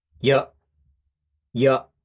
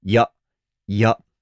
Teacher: 日本語はいっぺんに潰していやという渡りを作らずにやって · Shown in: second take